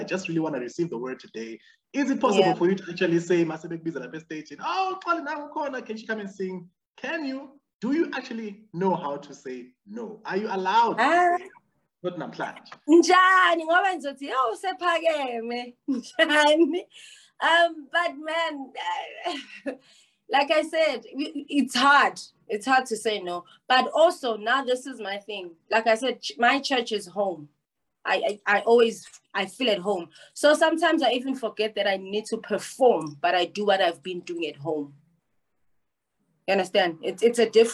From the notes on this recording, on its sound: The series is webcast via Zoom